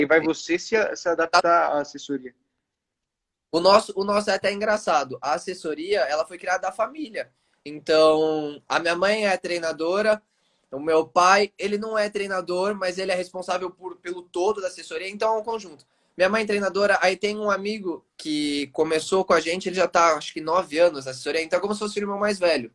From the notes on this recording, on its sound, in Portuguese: durante uma live em nosso Instagram